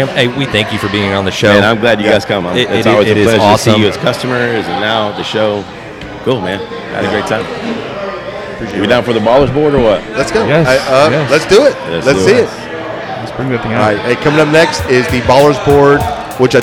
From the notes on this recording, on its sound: On location at his sports bar